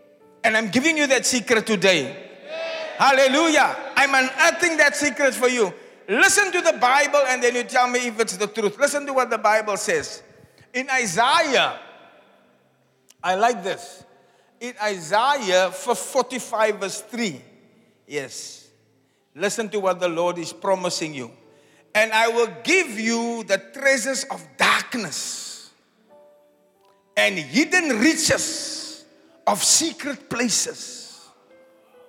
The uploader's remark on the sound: Preached At The Zion Sanctuary, Cape Town